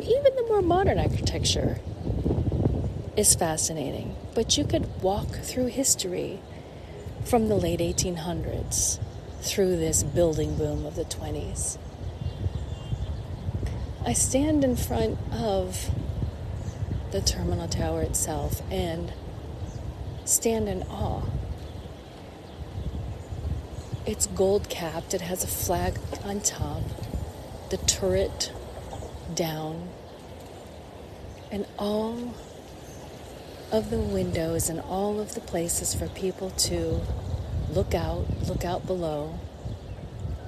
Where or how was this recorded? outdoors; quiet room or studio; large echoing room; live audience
outdoors